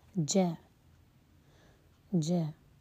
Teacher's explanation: الكيفية بإسقاطها طبعا عند الوقف بالمد والتوسط والقصر عندي لهشام وحمزة على وجه أن الهمزة عندي أبدلت ثم حذفت